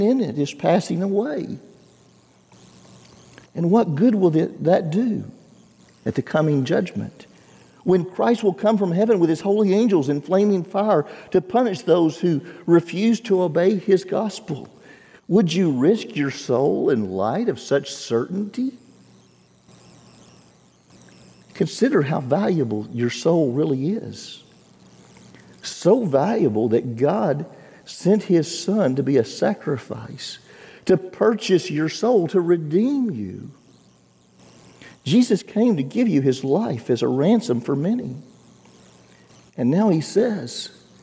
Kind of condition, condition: setting, large echoing room